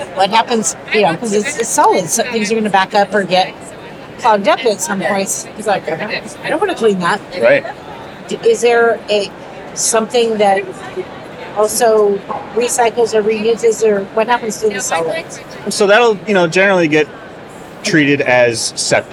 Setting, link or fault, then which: setting, busy venue